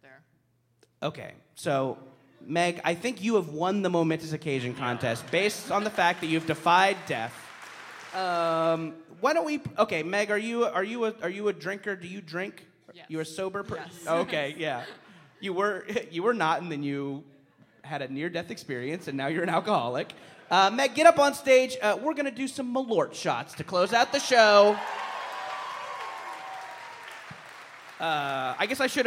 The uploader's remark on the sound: live on stage at Thalia Hall in Chicago as part of the first ever Very Very Fun Day